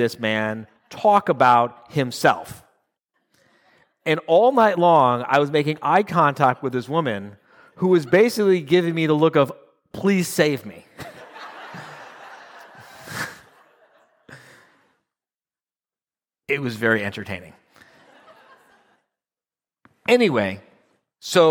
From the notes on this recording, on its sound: 2022 live quarterly meeting in Phoenix